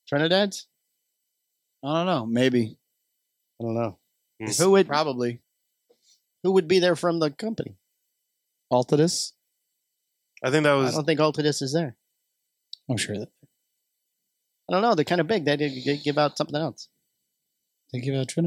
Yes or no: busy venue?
no